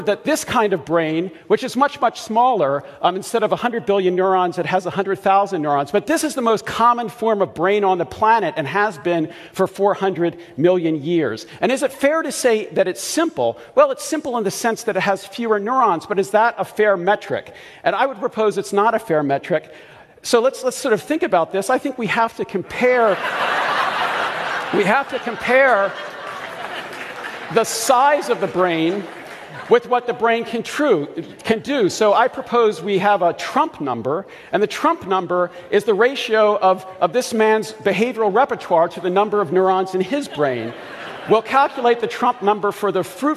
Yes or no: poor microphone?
no